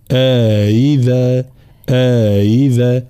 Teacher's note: هنا طبعا التقاء همزتين في كلمة أئذا، أصلها أئذا، حكمها طبعا حكم الهمزتين من كلمة عند الإمام قالون تحقيق الأولى وتسهيل الثانية وإدخال ألف بينهما، فهنا أئذا أئذا هكذا.